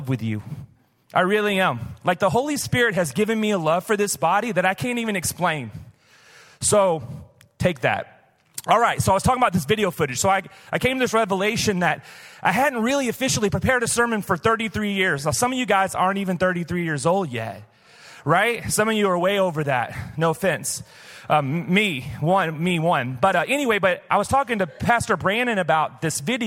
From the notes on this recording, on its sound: Recorded live at Hope Church in Springfield, Mo.